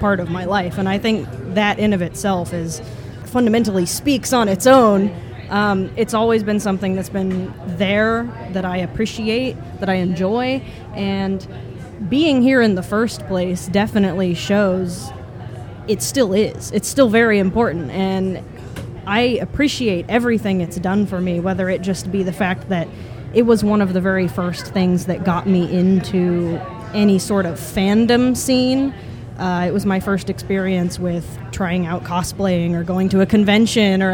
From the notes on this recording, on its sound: Recorded live at the Guildhall Bar in Burbank, California.